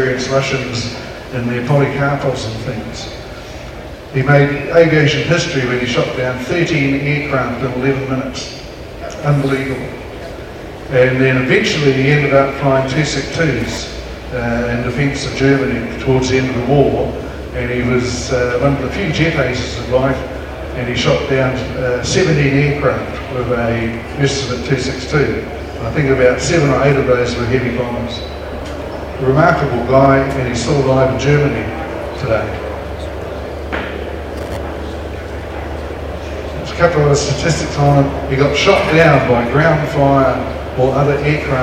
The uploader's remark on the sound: Another recording from the Wings Over New Zealand Forum Meet at the New Zealand Warbirds Association hangar at Ardmore.